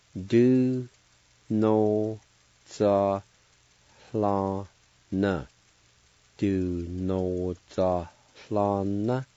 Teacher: There's a faint H sound between the A and the L toward the end of this word